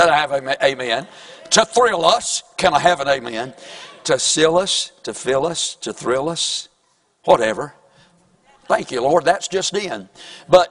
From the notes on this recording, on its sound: Sunday evening service preaching from the pulpit of Woodland Baptist Church – Winston Salem, NC